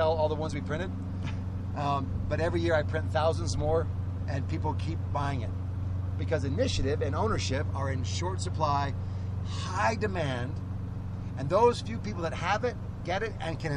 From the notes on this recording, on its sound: So there I was in the back of a Tahoe getting to record a podcast